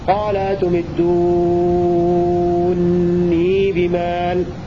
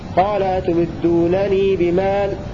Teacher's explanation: قرأ حمزة بإدغام نون رفع الفعل في نون الوقاية، فيقرأ نونا واحدة مشددة مع المد اللازم ست حركات · Shown in: first take · هكذا وإثبات الياء في الحالين.